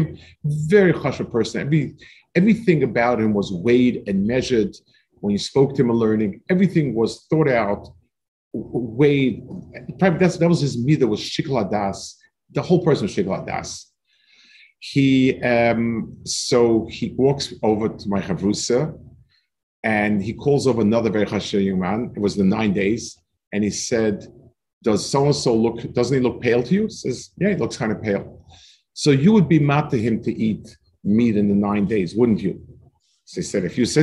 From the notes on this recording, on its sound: This shiur take place over Zoom on Motzei Shabbos.